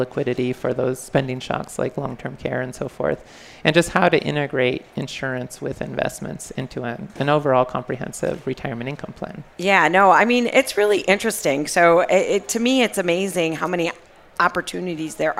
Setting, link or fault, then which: setting, busy venue